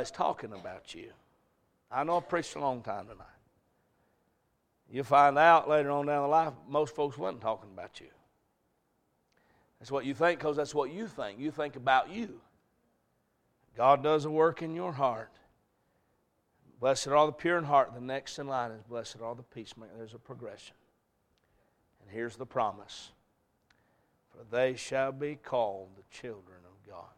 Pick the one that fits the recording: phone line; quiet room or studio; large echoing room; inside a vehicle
large echoing room